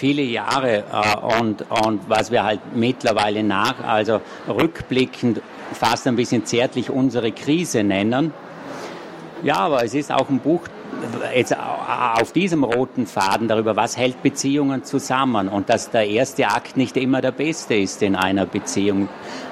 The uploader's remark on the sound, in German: Leipziger Buchmesse 2023. Auf der Bühne in Halle 5 der Leipziger Buchmesse.